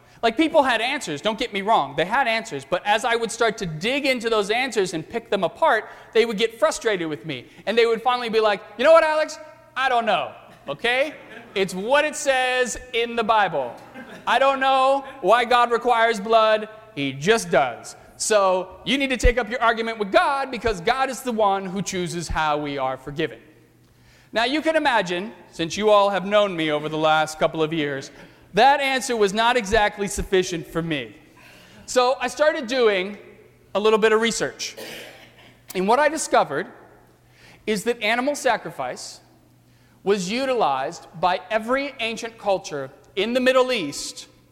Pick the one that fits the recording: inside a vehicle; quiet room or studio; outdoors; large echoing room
large echoing room